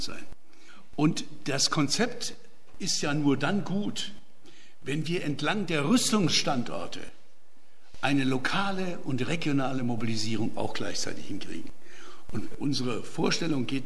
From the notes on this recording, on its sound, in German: Mitschnitt des Referats